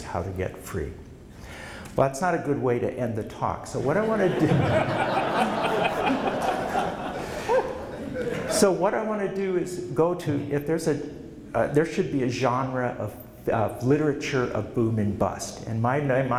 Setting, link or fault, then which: setting, live audience